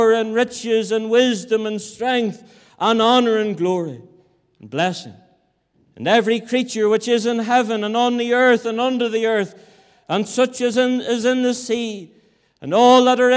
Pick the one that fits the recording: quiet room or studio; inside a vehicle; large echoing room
large echoing room